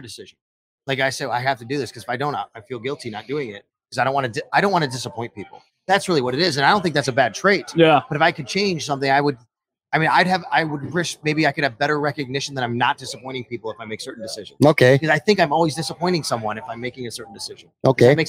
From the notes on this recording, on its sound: LIVE From Imperial Series. A sit-down conversation taped live from Imperial Pizza in South Buffalo. Thank you again to Imperial Pizza (1035 Abbott) for hosting this live series.